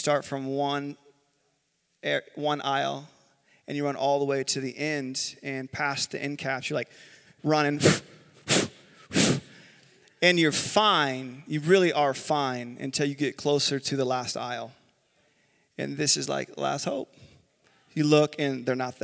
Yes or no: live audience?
yes